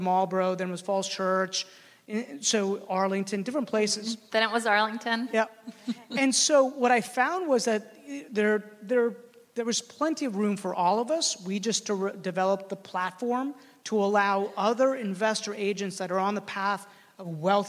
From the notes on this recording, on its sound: a panel of successful local agents at the HyperFast Sales Summit